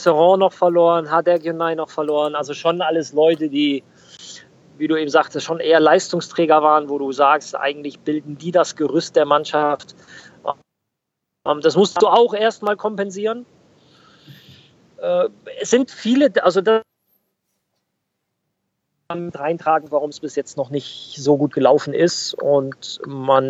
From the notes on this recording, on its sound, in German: Nebenbei hatten wir eine Premiere beim MillernTon. Fuhr während unseres Gespräches im Auto.